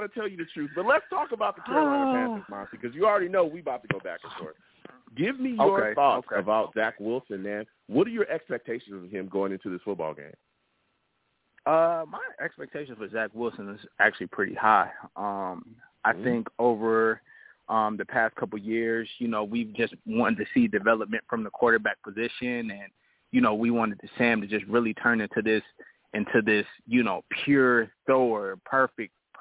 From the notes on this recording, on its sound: I take live callers!